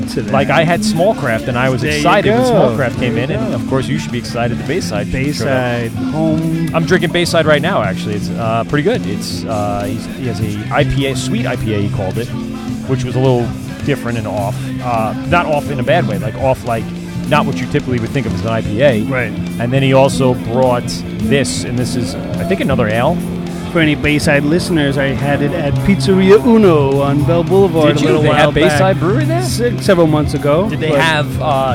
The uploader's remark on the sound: LIVE at Fall Craft Beerfest in Farmingdale LI